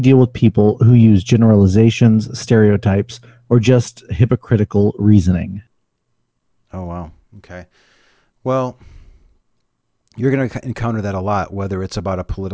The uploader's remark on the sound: Location: ACA Discord Server. My apologies for the broken audio. I was unaware of the issue until after the event concluded. Recorded and Edited w/PowerDirector.